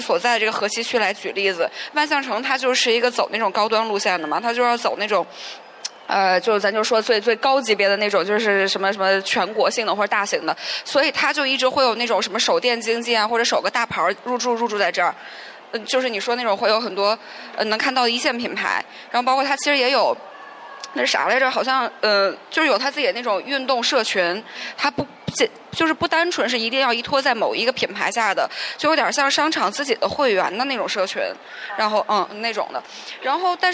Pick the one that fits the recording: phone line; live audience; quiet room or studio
live audience